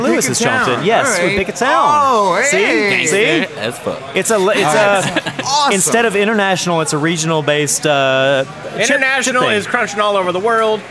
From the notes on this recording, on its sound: Recorded at Rocky Mtn Pizza in Atlanta, GA.